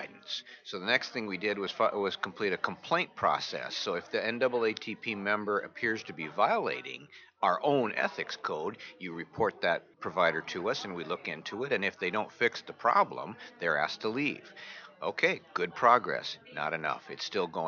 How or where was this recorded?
busy venue